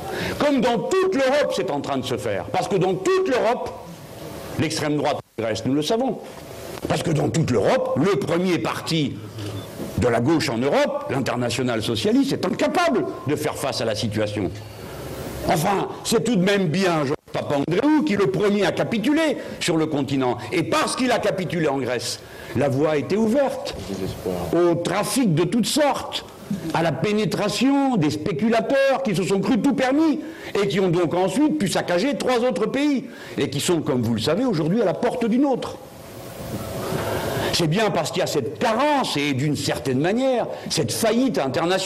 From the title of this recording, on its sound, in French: Conférence de presse à Hénin-Beaumont dans le Pas-de-Calais